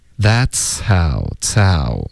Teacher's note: that's 的这个呲的音呢，后面会带一点送气的感觉，接着这个嘶的音，然后再进入到 ow